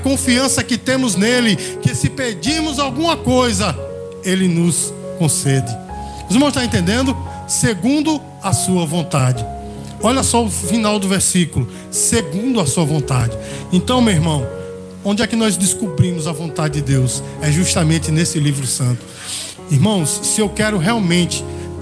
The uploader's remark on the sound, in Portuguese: Gravado no culto de celebração da Igreja Bíblica Vida Eterna (IBVE).